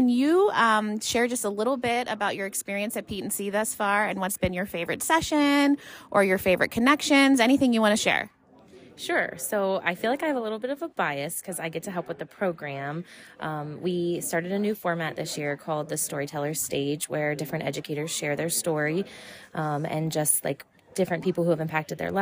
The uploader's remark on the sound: While at the conference I took the opportunity to interview 4 random attendees about their conference highlights. Being put on the spot in the conference venue’s hallway.